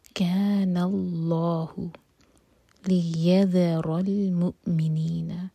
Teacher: ذال کے لیے ہماری زبان اوپر والے دانتوں کو ٹچ کرے گی اور تھوڑی سی ٹپ باہر ہوگی، یہاں پر ز کا ساؤنڈ نہیں آئے گا.